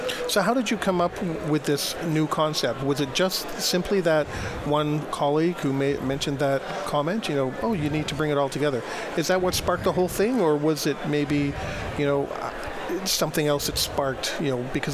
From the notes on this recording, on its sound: broadcast live from DRJ 2018 in Phoenix Arizona